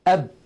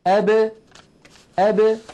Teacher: يعني الباء إذا كانت ساكنة لا تقول العرب أب هكذا بالتصادم أب، وإنما يقولون أب أب، يعني يخرجونها بالتباعد بين طرفي عضو النطق هكذا أب أ ب ب، تبتعد الشفتان كأن الحرف متحرك مع كونه ساكن · Shown in: second take · Term: القلقلة